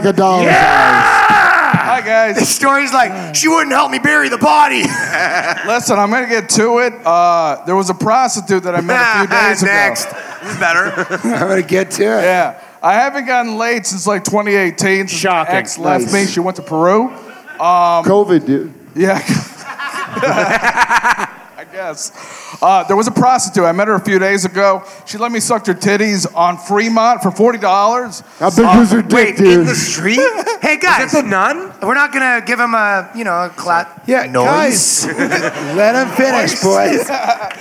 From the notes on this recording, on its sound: LIVE from Skankfest Vegas 2023. Invite 5 audience members to share their worst relationship stories.